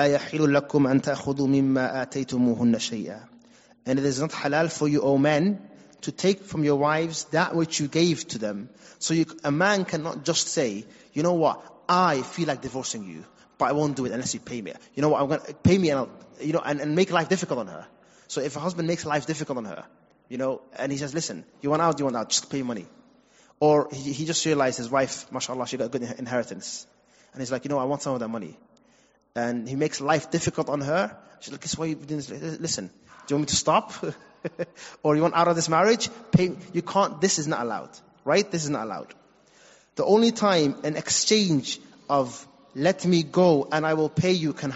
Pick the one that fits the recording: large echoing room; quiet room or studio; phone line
large echoing room